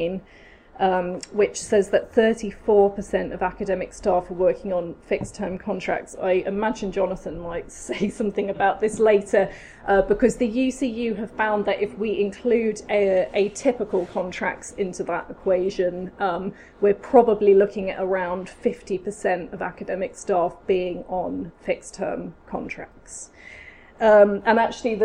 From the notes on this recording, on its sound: Speaks at SRHE Higher Education Policy Network Event - Casualisation and the academy: Considering the implications for academics, students and higher education policy.